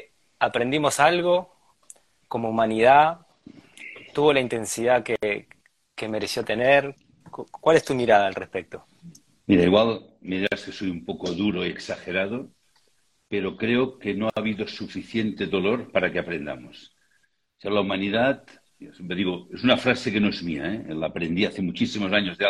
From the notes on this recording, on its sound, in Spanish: Audio de la charla en vivo por Instagram